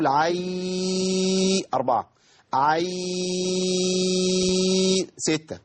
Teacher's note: في الموضعين الاثنين لنا المد اربع حركات او ست حركات لحرف العين